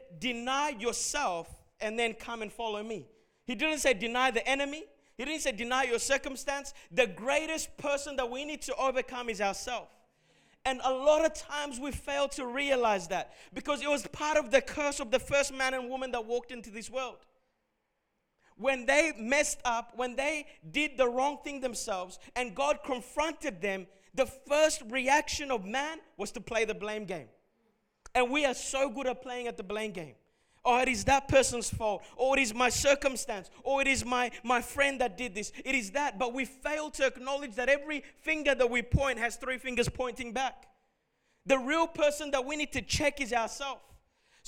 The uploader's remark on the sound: Recorded at Revive Church Melbourne on Sunday the 30th of December.